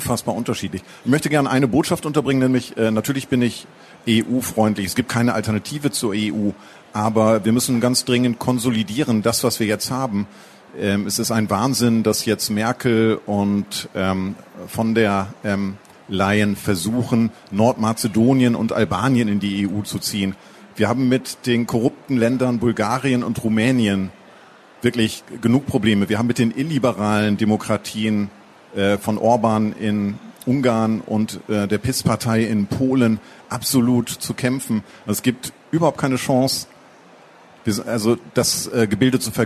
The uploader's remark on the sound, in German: Das Gespräch wurde Mitte Oktober im Rahmen der Veranstaltungsreihe „Der SPIEGEL im Gespräch auf der Frankfurter Buchmesse“ aufgezeichnet.